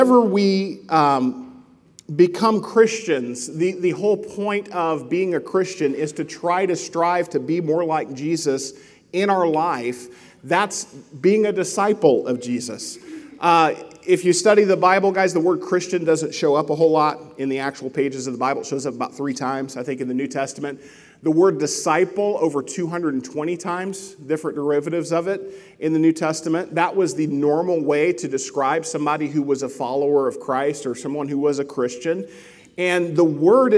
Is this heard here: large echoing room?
yes